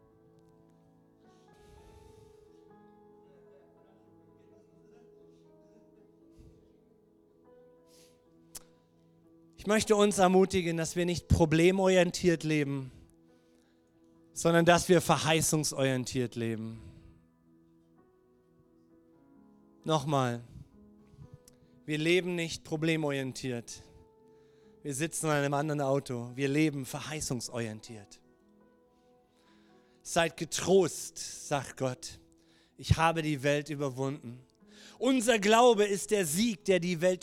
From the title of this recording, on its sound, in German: Gottesdienst Predigt